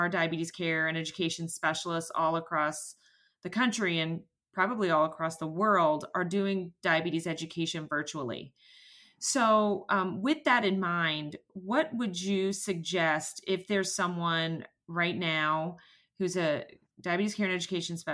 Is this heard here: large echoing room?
no